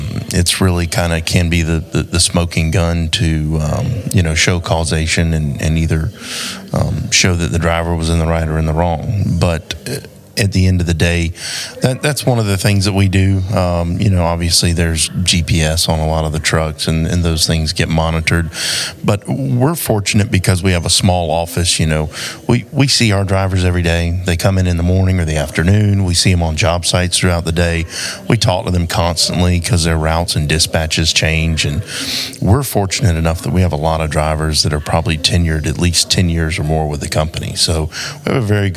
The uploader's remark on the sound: Recorded LIVE at the 2022 South Carolina Trucking Association Annual Meeting